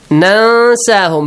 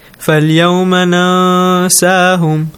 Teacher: you hide the sound of noon sakin · Term: ikhfa